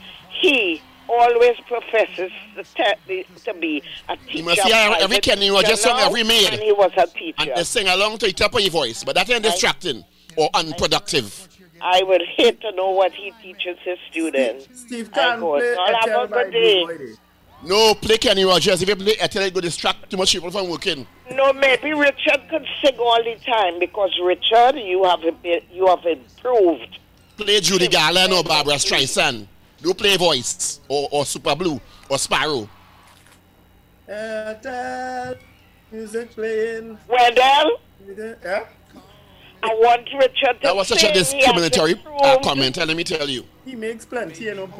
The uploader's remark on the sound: we take more calls from the audience